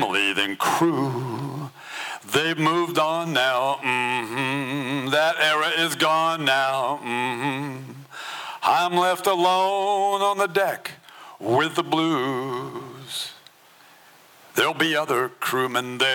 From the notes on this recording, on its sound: 2023 FPG-Ten Fifteen Theater-Saturday Night. At the Ten Fifteen Theater in Astoria, OR as part of the FisherPoetry Archive Project.